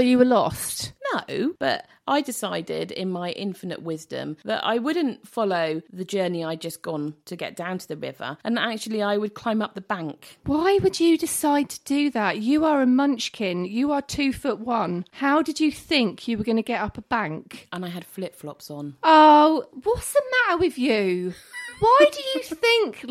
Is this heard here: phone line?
no